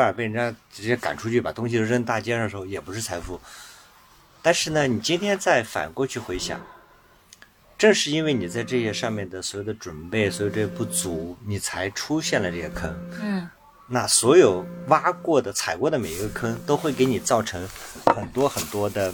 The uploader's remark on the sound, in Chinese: 这期我们难得离开北京城，到山中的营地中来。我们在特别的星谷营地，一掌接山中秋色，一掌接温暖室内的房车露台上。